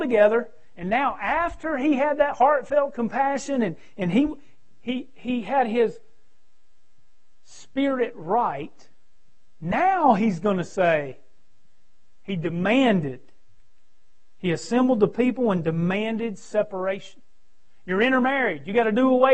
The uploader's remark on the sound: preaching at Victory Way Baptist on Sunday night 6-14-2020